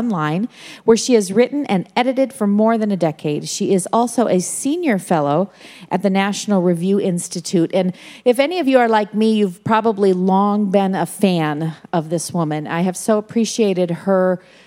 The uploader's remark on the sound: At the Evangelicals for Life 2018 Conference in Washington D.C.